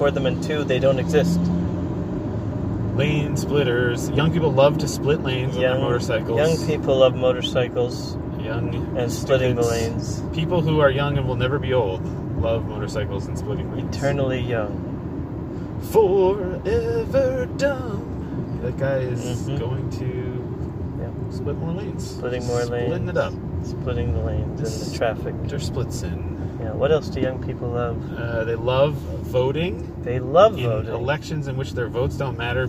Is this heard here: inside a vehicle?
yes